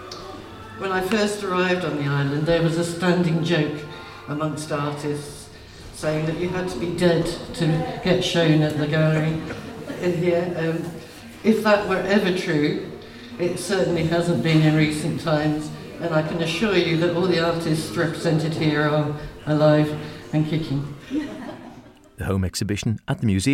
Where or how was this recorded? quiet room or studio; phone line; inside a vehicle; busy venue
busy venue